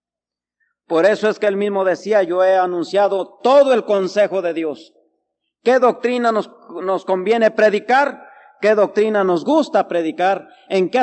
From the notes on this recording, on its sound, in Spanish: Grabado el 8 de Diciembre de 1985 Culto de las 12 Hrs